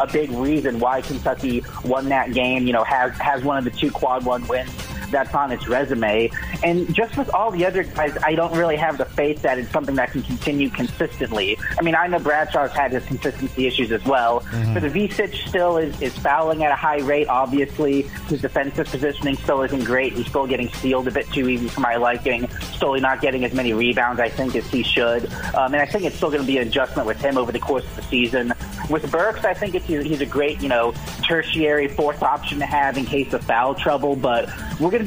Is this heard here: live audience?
no